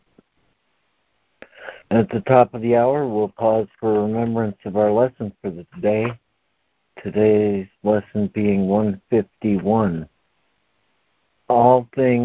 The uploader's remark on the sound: ACIM Daily Conference Call.